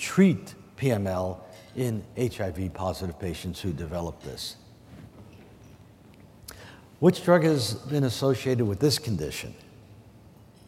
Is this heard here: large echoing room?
yes